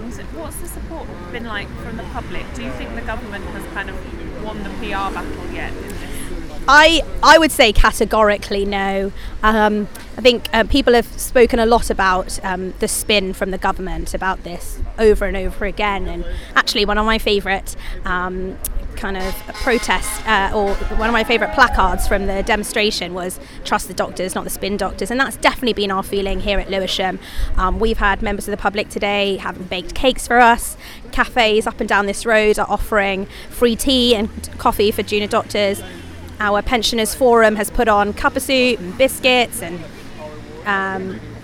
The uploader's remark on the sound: from the picket line